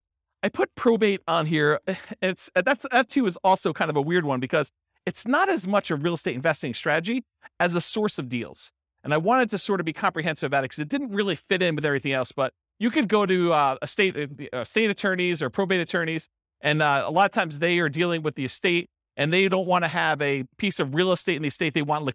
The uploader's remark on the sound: This was a live class recorded